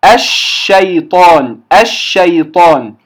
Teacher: انتشار الريح في الفم عند النطق بالشين. يبقى حرف التفشي حرف واحد وهو الشين، والتفشي انتشار الريح في الفم عند النطق، عند النطق بحرفها.